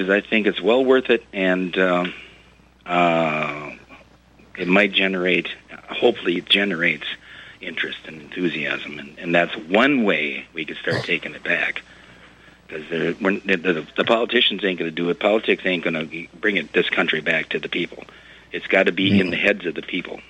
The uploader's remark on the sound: Your Phone Calls.